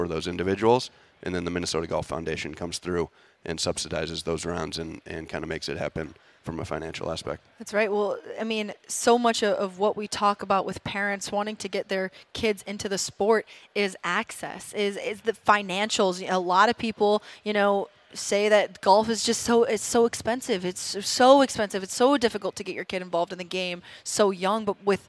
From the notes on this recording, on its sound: Live from the Minnesota Golf Show!